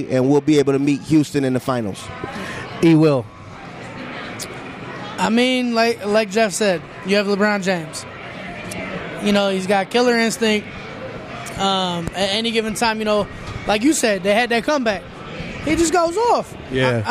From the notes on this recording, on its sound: Jack Cleveland Casino special. Taped at Jack Cleveland Casino, in the heart of downtown Cleveland.